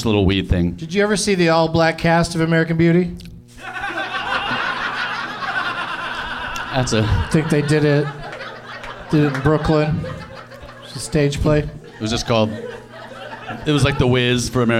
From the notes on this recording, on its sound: Live from the American Comedy Co. In San Diego.